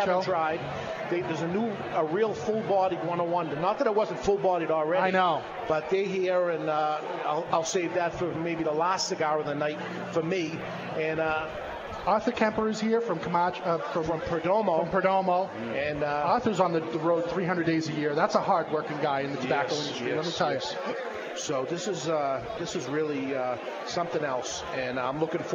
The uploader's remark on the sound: LIVE from Colorado Rocky Mountain Cigar Festival